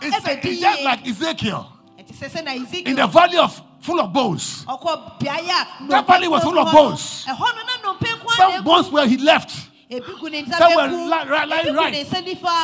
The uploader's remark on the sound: Preached at LCC Goshen